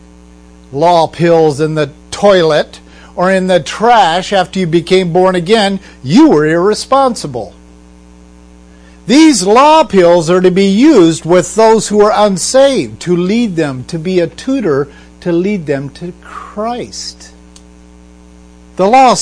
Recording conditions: hum or buzz